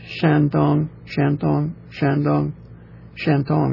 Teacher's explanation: It's two even-pitched syllables